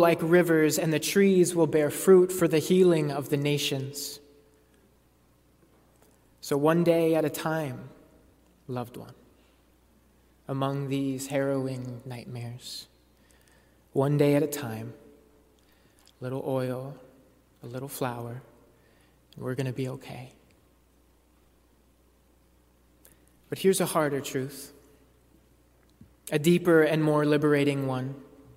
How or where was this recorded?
large echoing room